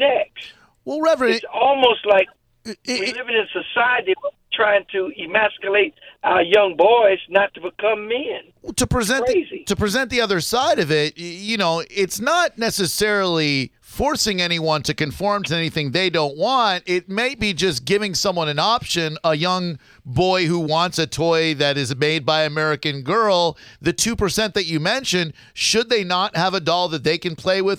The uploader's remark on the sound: called into the show